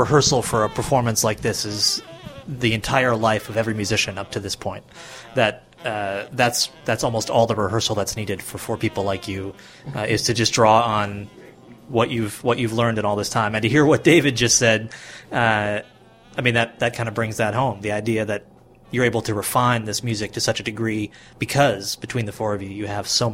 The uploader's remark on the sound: This interview was recorded in the dressing room just after their performance at the 2011 Vision Festival.